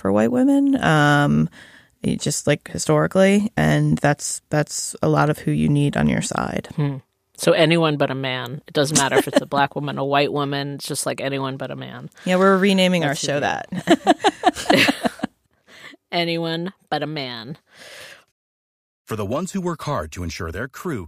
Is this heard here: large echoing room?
no